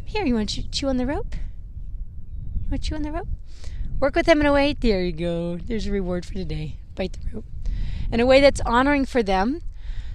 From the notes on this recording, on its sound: First podcast recorded while horse training! This podcast was recorded while training my horse Zelle in the round pen : .